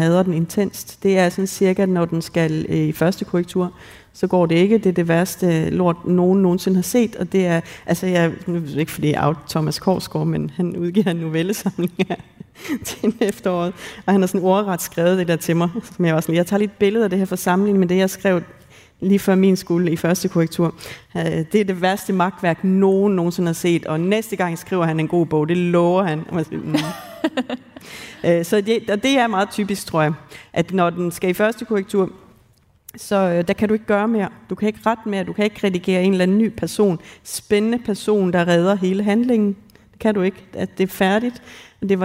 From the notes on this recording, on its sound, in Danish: Live-special fra Ordkraft. Som er optaget på litteraturfestivalen Ordkraft i Aalborg.